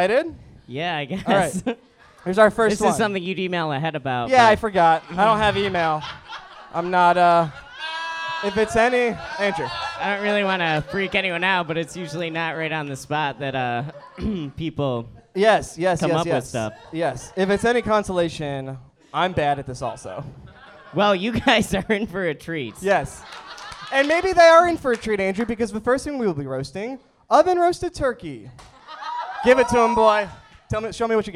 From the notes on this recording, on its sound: Recorded live in Brooklyn as part of the 2016 KATG VIP Night!